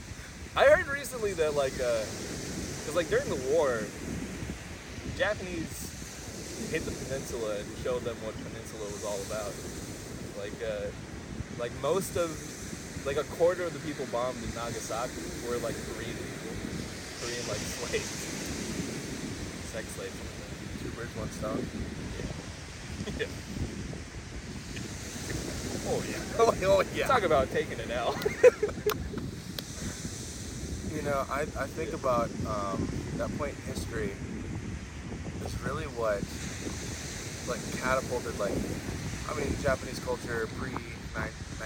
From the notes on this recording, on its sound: enjoy the sounds of the ocean